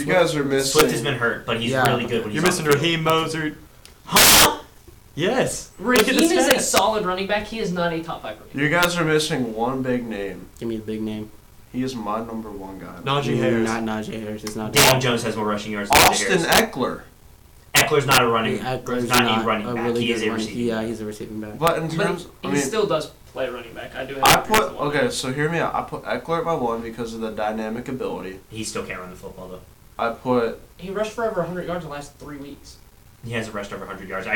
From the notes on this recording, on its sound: AUDIO WARNING